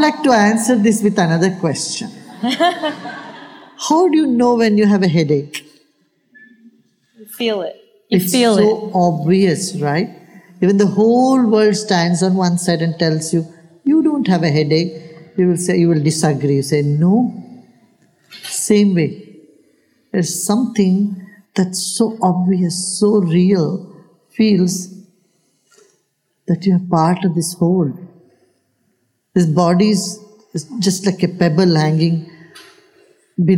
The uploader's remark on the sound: he takes questions from the audience